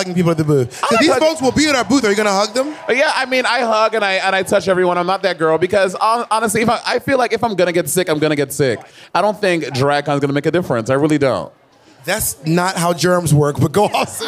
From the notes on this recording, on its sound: In this episode its the live footage from our panel at Drag Con UK.